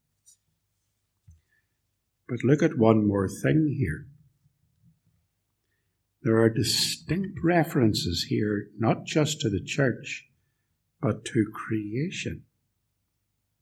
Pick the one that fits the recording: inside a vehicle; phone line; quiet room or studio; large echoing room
large echoing room